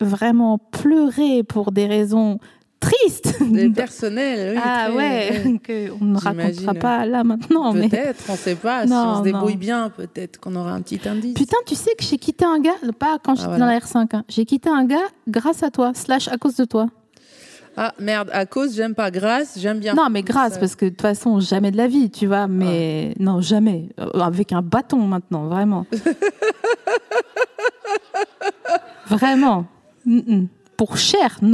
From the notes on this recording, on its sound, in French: enregistré en mars 2022 à la Scala Paris